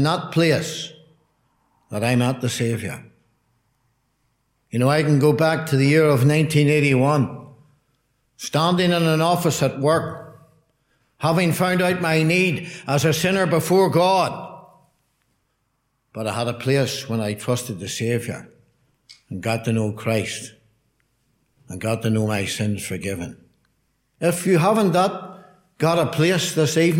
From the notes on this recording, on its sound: Gospel Audio from Ballyclare Gospel Hall.